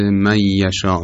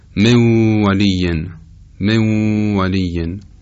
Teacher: اگر دقت بکنیم بخش عمده ای از صدا از حفره بینی خارج میشه، به گونه که اگر بینی رو بگیریم صدا تا حد زیادی کم میشه. · Term: غنه